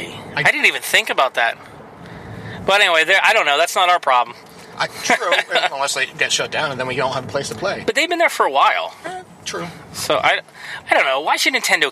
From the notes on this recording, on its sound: Tonight is an on-the-go discussion. We recorded in the car, so the audio quality isn't the best.